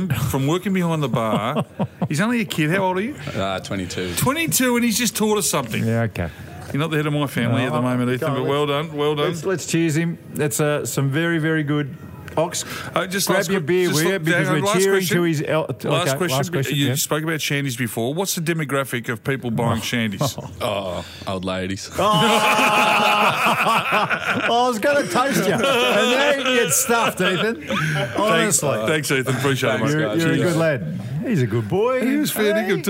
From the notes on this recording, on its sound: Live from the Railway Hotel today. The Railway Hotel is near a railway line.